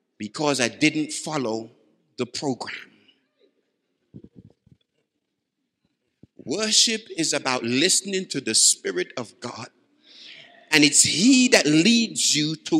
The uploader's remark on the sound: Live from Baraton University Church 2018.